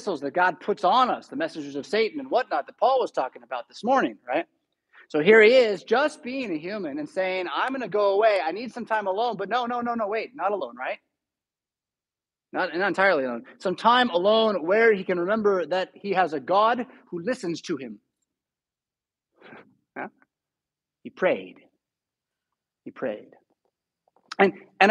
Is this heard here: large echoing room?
yes